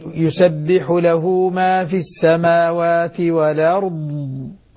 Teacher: لاحظت أنك قلقلت الضاد، الضاد ليست حرف قلقلة